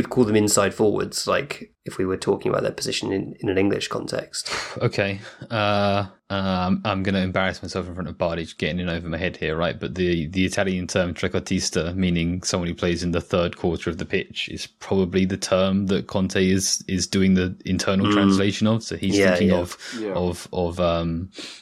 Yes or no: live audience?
no